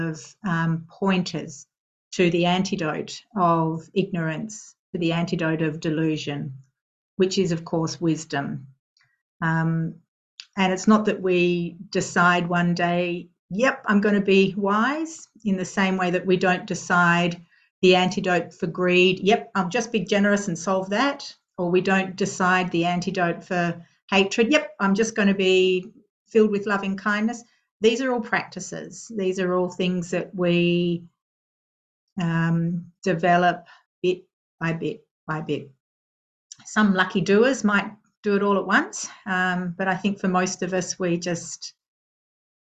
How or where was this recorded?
video call